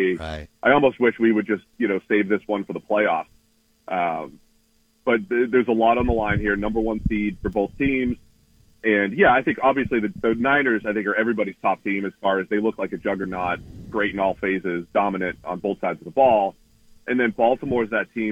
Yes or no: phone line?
yes